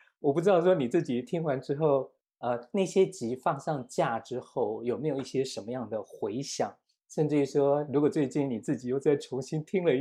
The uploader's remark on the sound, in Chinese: 錄音地點 台南、長沙。這一集是《生命小彩坊》第六次以「雲端」的方式來錄播。